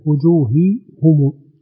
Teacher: أكسر الهاء الأولى وضم الهاء الثانية